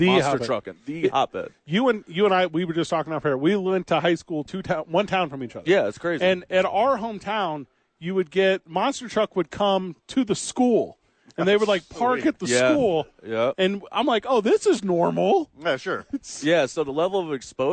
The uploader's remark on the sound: live from the Rio Rancho Event center